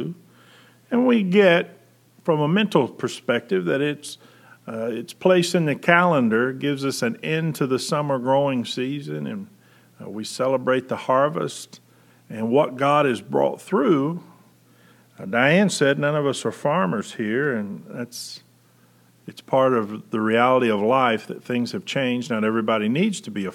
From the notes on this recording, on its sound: Preached November 22, 2020 at General Baptist Church God's House of Prayer in Fairborn, Ohio